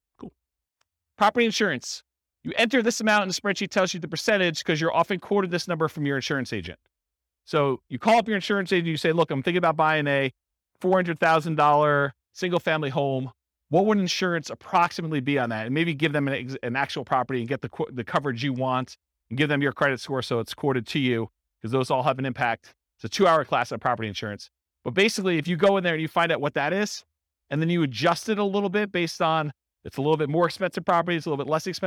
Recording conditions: live audience